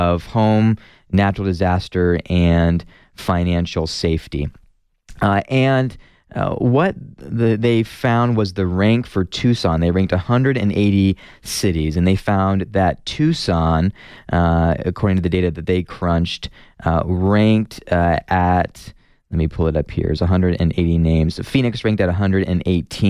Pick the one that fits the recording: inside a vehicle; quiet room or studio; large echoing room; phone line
quiet room or studio